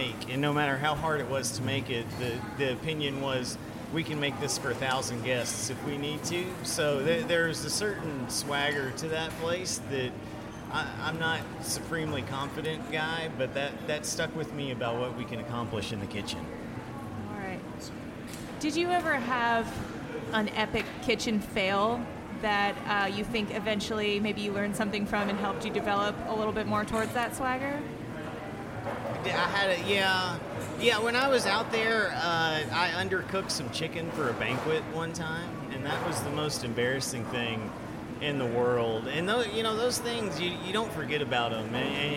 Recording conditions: busy venue